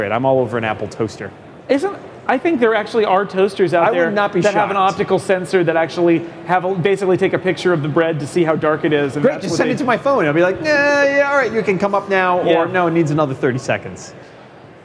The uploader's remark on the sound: Live from Macworld/iWorld